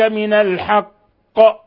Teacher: قلقلنا القاف قلقلة كبرى لأنها مشددة وقفنا عليها وتشديدها ثابت وصلا ووقفا، فهي تقلقل قلقلة كبرى.